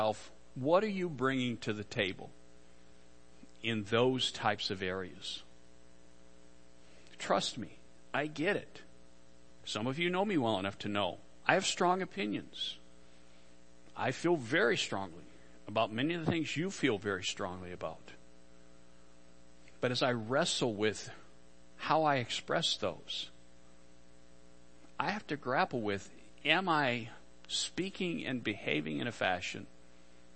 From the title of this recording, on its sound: Worship Service - Audio